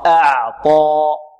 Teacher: من أعطى، أعطى، الطاء هنا مفخمة أعطى، ونحذر من تفخيم العين لأنها جار الطاء، لا نقول من أعطى ونفخم الهمزة معها كذلك أعطى، من أعطى لا أع، نرق الهمزة والعين وفخم الطاء